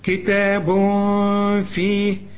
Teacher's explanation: كتاب تنوين وبعده ف يحصل إخفاء مع الغنة